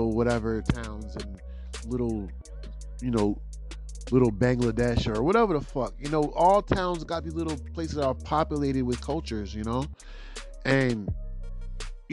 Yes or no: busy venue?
no